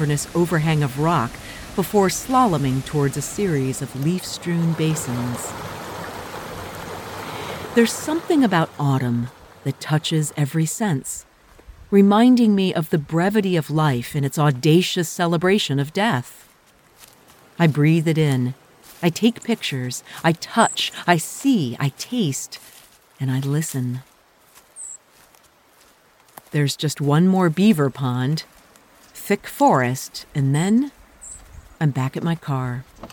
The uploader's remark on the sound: Will live in a remote cabin this spring to create audio narrative essays in Upper Peninsula Michigan in the Porcupine Mountains. A private site on a beaver pond filled with nature's sound including chipmunks, owls, beaver and a howling wolf.